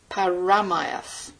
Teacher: It's Paramaeth, and the stress is on the second syllable.